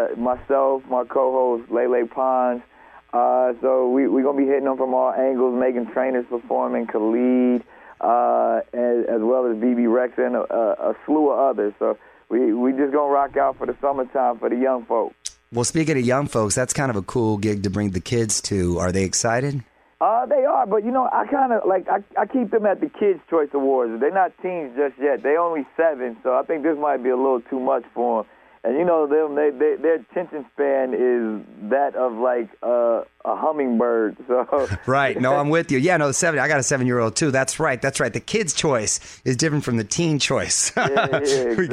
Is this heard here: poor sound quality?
no